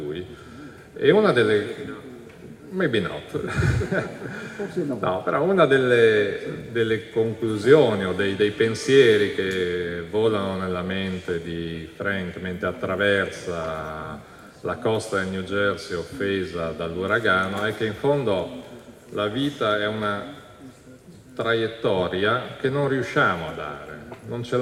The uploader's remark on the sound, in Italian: al Festivaletteratura 2015